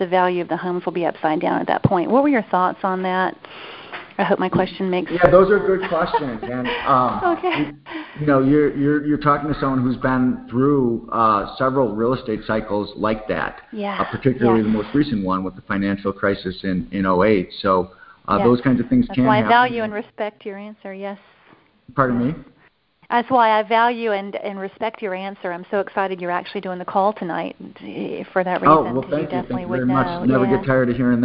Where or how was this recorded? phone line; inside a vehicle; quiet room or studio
phone line